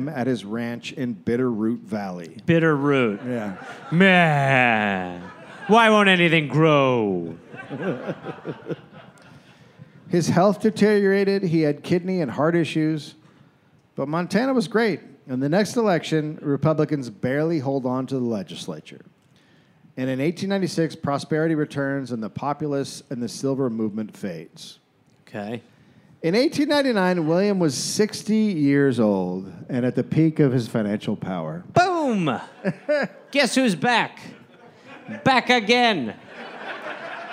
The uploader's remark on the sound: Recorded live in Las Vegas